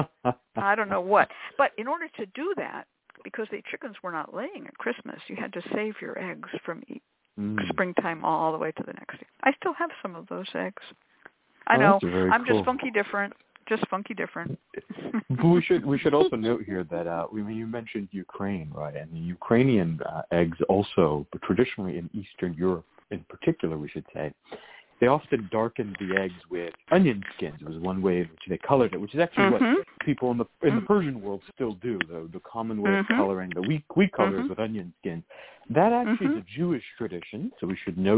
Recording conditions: phone line